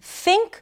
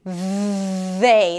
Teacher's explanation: And this is the voiced TH, as in they. The only difference is the vibration of the vocal cords.